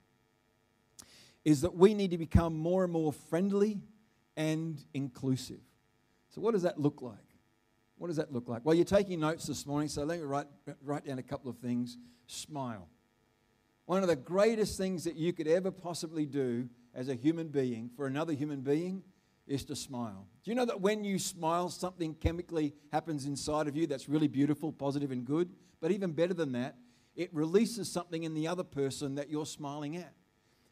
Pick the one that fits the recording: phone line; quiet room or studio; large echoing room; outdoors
large echoing room